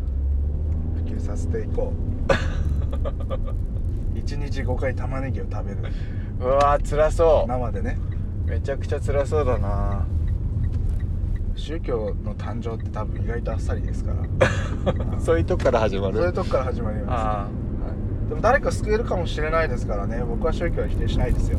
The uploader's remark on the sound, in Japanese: 早朝ドライブで、無駄なはなし。今回は初となる早朝収録。